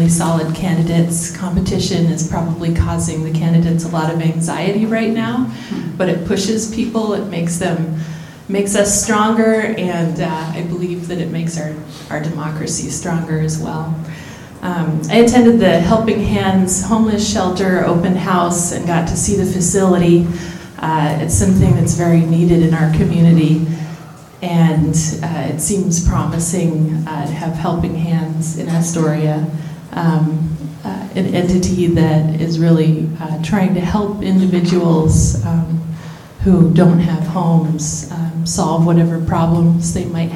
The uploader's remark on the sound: Live Recording of Astoria City Council, 11/5/18